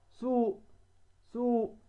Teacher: والواو ساكنة وما بعدها ماذا همزة، إذن هذا مد فرعي متوقف على سبب، وهو مجيء الهمزة في بعد ماذا بعد الواو، والواو من حروف ماذا المد، لأن سبقها هي ساكنة وسبقها حرف ماذا ما به علامته الضمة.